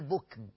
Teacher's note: الكاف فيها ايه؟ فيها همس، وعرفنا الهمس قبل كده وقلنا انه هوا بيخرج مع الحرف، يبقى لازم يكون في وضوح.